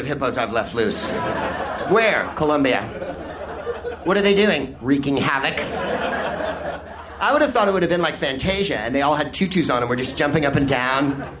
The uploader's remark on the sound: Live from the Soho Theatre in London